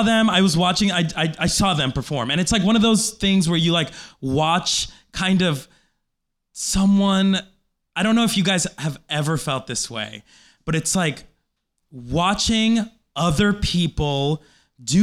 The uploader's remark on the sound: Live from NerdMelt! At the Nerdist Showroom at Meltdown Comics in West Hollywood, CA.